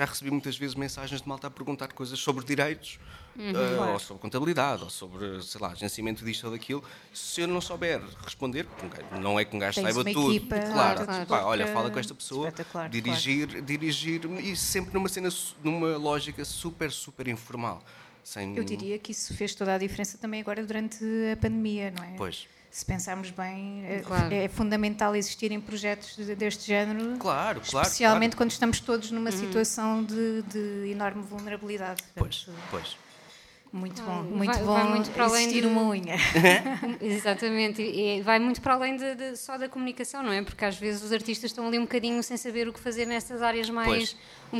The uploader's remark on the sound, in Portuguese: Foi o que aconteceu em mais uma tarde de Salt Peanuts ao Vivo na Chasing Rabbits. Na verdade não saímos fisicamente da Rua do Sol ao Rato.